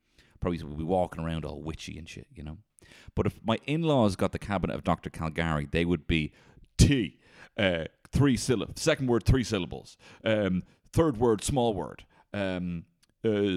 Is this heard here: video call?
no